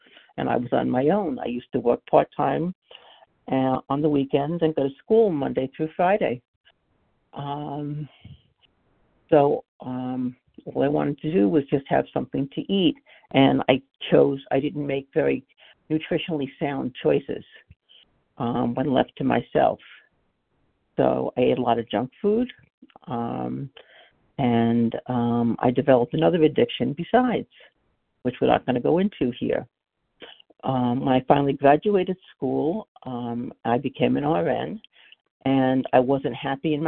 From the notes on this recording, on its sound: 100 Pounders Phone Meeting.